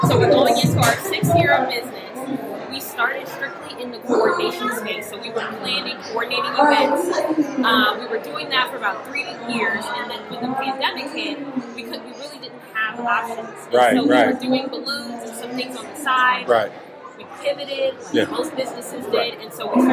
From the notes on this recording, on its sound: Is live from the 2023 Columbus Bridal Soiree presented by Camela Lynn Weddings & Events interviewing vendors.